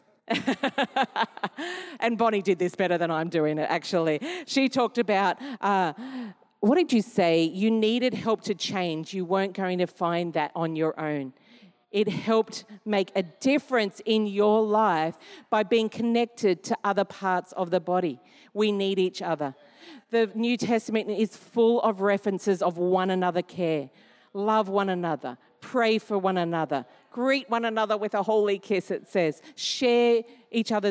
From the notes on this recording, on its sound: Recorded during our 5pm service